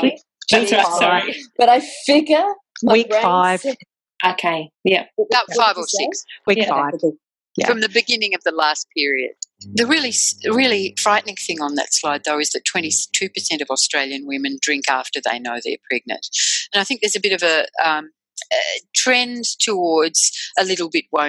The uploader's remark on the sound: In this podcast, based on a recent webinar, our panel will focus.